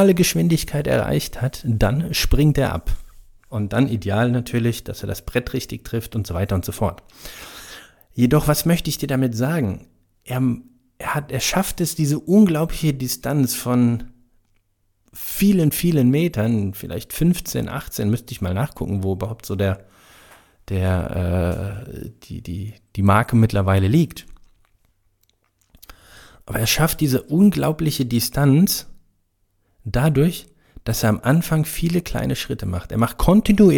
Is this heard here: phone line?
no